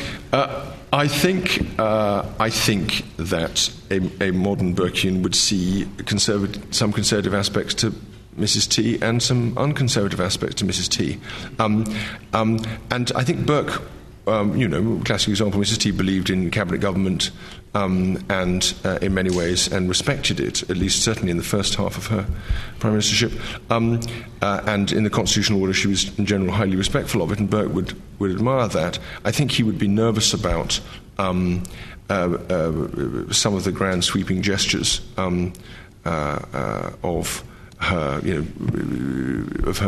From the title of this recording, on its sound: LSE Lecture